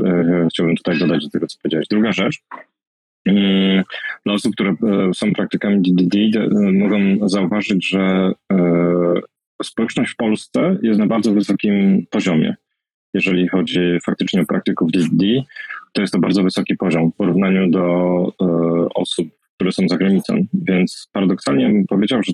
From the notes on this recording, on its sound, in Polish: To nagranie jest zapisem spotkania na Twitter Spaces, tak jak zostało przeprowadzone, bez dodatkowej obróbki.